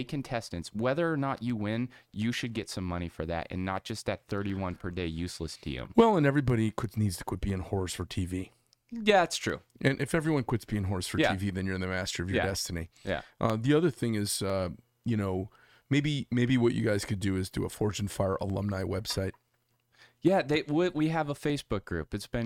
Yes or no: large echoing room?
no